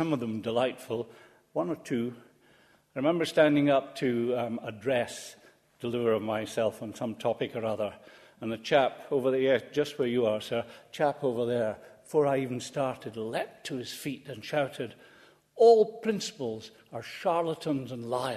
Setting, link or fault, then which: setting, large echoing room